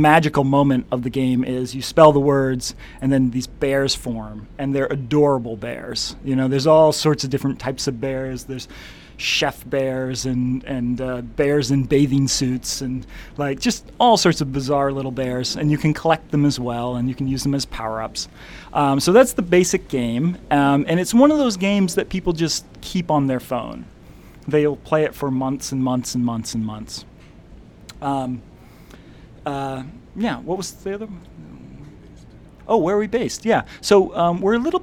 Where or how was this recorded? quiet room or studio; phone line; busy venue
busy venue